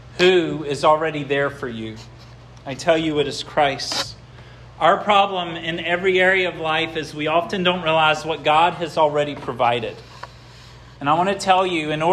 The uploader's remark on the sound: This sermon was preached at Hope Fellowship